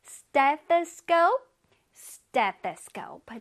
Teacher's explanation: TH가 있기 때문에 뜨뜨 소리가 납니다